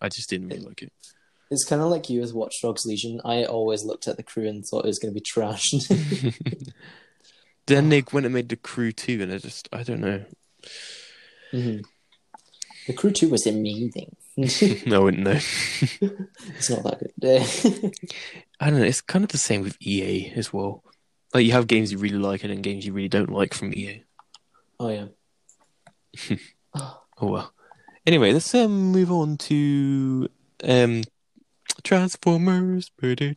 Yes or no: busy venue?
no